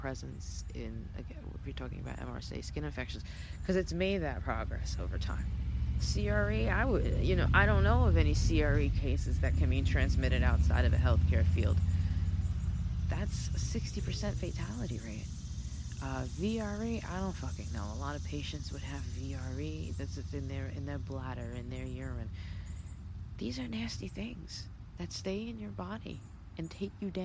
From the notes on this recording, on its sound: sorry for the screeching tires & traffic, it’s just what they do out here!